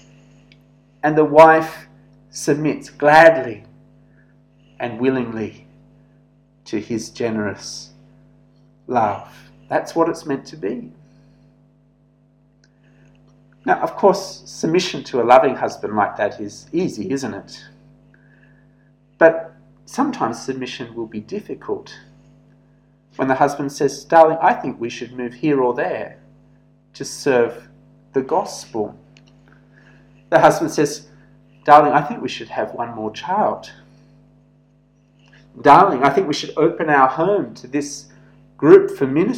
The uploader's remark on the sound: This sermon was preached at St George's Church, Penang on 7th July 2021.